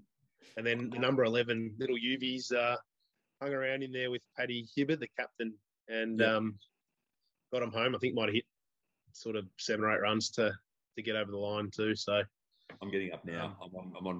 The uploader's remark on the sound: A different sort of episode this week as the podcast was forced onto Zoom.